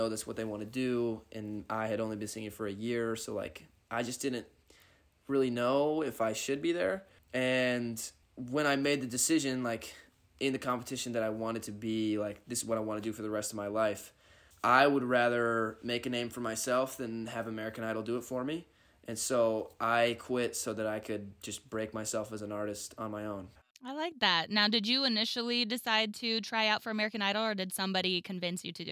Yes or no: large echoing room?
no